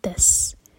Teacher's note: سین پر سیٹی والی آواز. تس تلطیع سکون کے بعد تا پر زور اور ایک تا ہے اور دوسرا تا ہے تو تا ہیوی سننے میں آنا چاہیے.